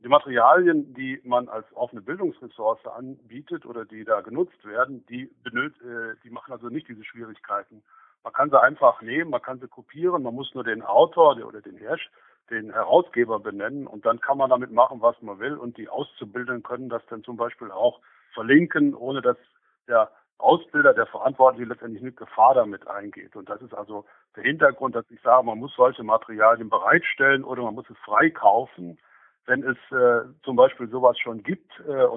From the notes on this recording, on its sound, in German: im Telefoninterview